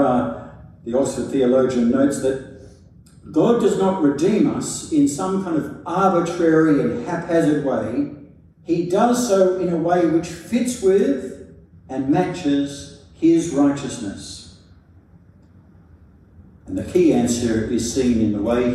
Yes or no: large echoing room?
yes